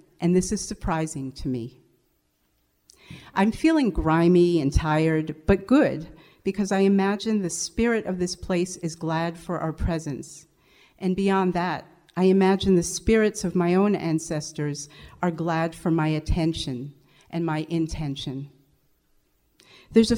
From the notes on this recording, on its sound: They perform their monologues before a live audience at the historic Reformed Church of New Paltz.